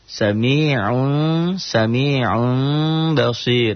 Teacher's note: Bu-nya matobi'i, bam-nya nun mati ketemu ba, iklab. Iklab itu bunyi M tapi samar.